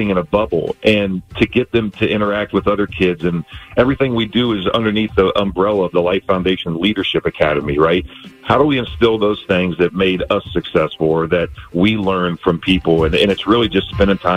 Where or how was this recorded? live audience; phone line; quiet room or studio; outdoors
phone line